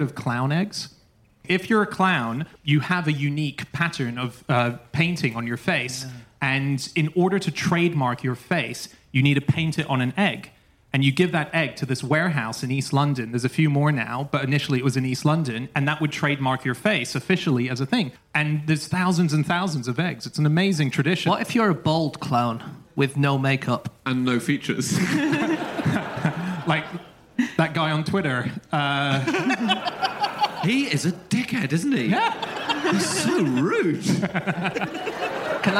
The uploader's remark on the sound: Live from Oxford